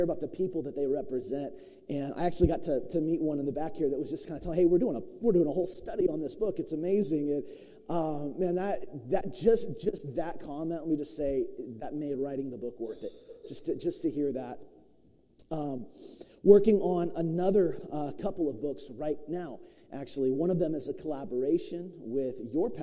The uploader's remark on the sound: preached at New Beginnings Church of God in Roseburg, Oregon